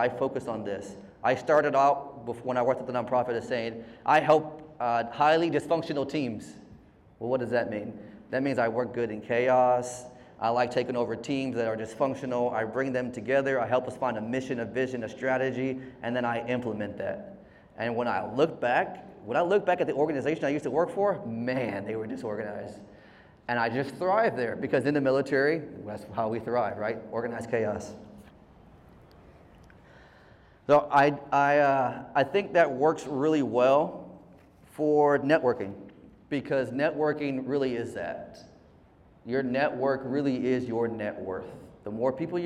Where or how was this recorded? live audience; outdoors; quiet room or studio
live audience